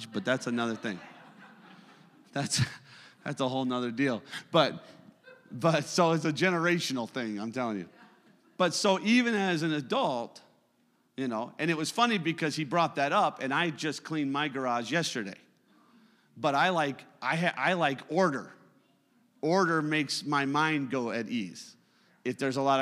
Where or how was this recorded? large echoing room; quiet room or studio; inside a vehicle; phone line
large echoing room